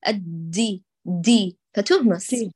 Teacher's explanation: ثم بعد ذلك الدي هكذا همست الدال، باتت إلى التاء أقرب